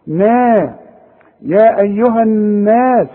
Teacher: انما النون والمد بتاعها اللي هو الالف مرققة